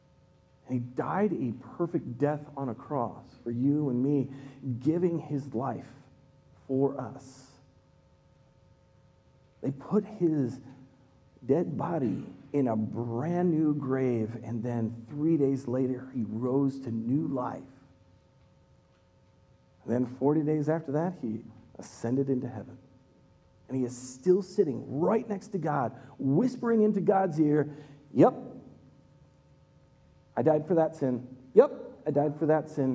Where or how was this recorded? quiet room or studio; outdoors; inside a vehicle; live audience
live audience